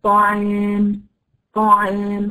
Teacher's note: مخرج العين في وسط الحلق، وسط الحلق اضيق من ادنى الحلق، ولذلك تجري جريانا ضئيلا ثم ينقطع لا اراديا